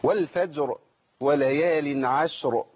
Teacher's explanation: راءات مفخمه عند الوقف ساكنه